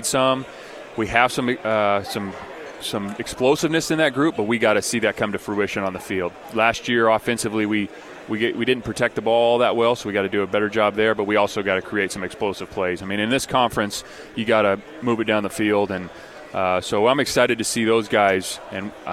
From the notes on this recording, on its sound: live from Pac-12 Media Day